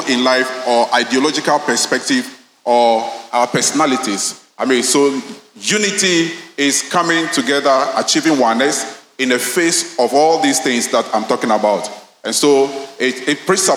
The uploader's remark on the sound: Sermon preached at CBC Shiashie Campus